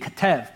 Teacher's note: the B is pronounced like a V